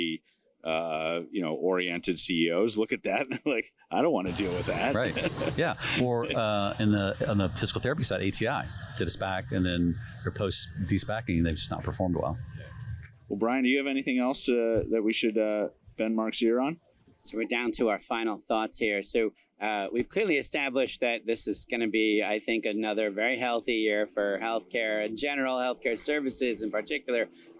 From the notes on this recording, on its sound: Live at HPE Miami. Live at McDermott’s annual Health Private Equity event in Miami.